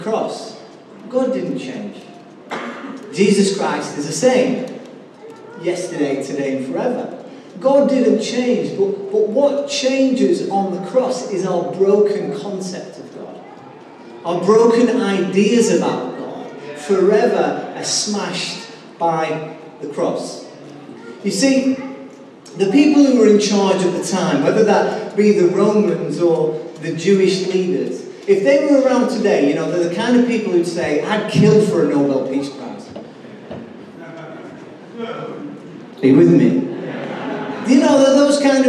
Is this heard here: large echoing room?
yes